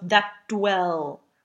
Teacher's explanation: We could do an unreleased T at the end of that.